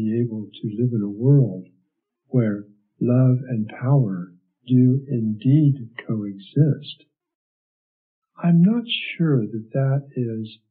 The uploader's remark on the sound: The audio quality is less than optimal. It sounds like I may have been talking in a tube.